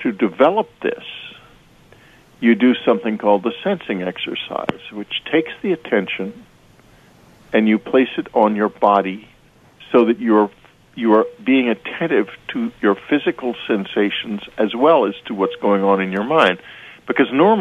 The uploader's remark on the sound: open phone lines for questions for listeners